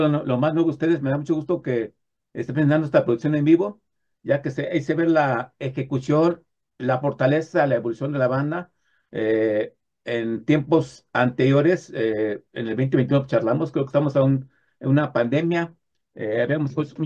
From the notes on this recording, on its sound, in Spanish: Charlamos vía zoom